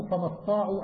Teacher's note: بتشديد الطاء على أن الأصل استطاع، فأدغمت التاء في الطاء